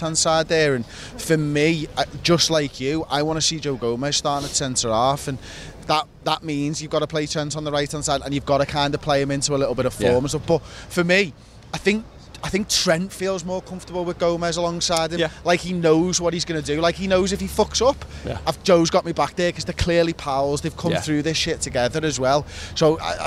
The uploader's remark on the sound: Instant Match Reaction. Outside Anfield with their immediate thoughts.